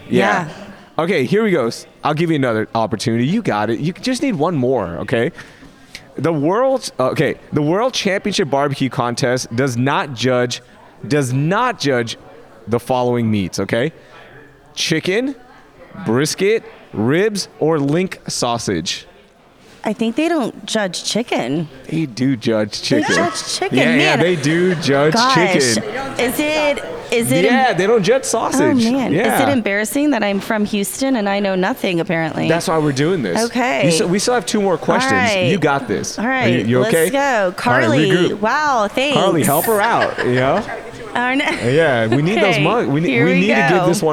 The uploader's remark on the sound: The City Cast Houston team is live from Tecovas store in Rice Village